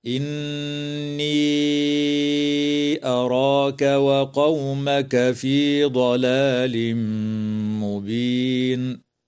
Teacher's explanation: النون المشددة من كلمة إني تغن بمقدار حركتين، وتمد الياء في هذه الكلمة حال الوصل بمقدار أربع أو خمس حركات من قبيل المد المنفصل. ويدغم التنوين في الميم مع الغنة في قوله تعالى: ضلال مبين، وتنتهي الآية اتفاقا عند كلمة مبين، والوقف عليها من قبيل الوقف الحسن.